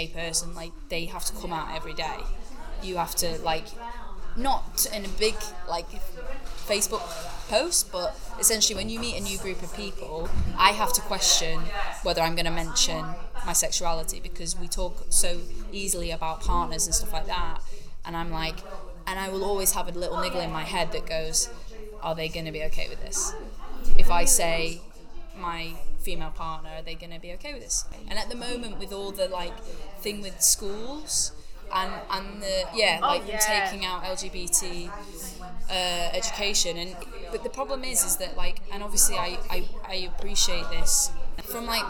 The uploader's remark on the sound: We apologise for the varying quality in noise levels during this episode-we were unfortunately unable to record this interview in a private space.